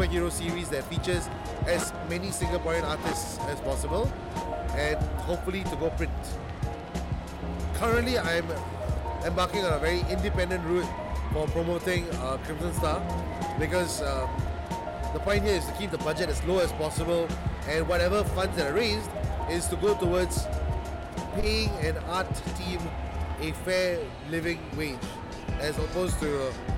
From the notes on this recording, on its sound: Live at STGCC 2016.